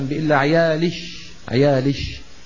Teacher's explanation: في حضرموت فيما أعلم يخاطبون الأنثى ليس كما نطقت أنا، بل شين خالصة، يعني مثلا بإلا عيالش، عيالش شين خالصة.